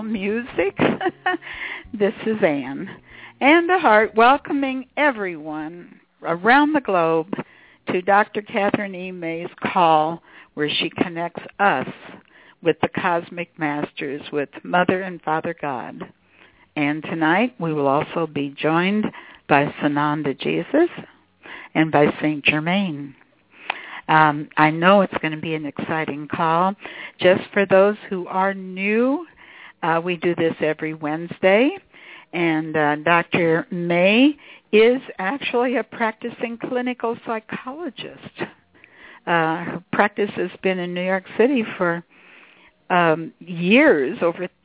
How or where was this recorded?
phone line